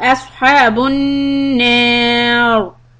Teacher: If you need, however, to stop on the word an-nari, then you are going to make the ra heavy